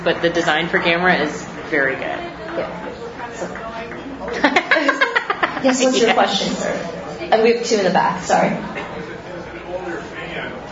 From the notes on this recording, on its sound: Live from Gfest 2018